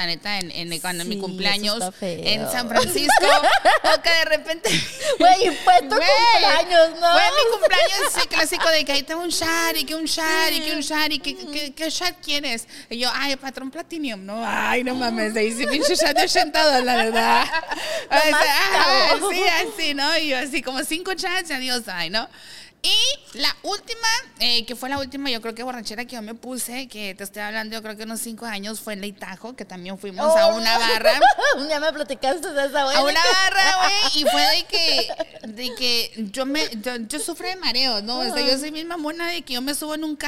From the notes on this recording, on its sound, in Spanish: En vivo desde La Huacana Night Club